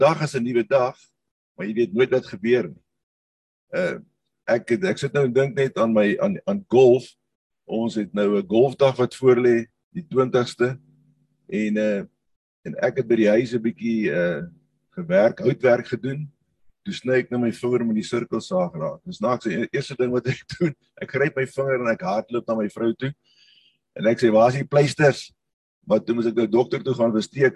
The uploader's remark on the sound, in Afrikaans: Manne van die Woord Zoom Byeenkoms 3 Mei 2022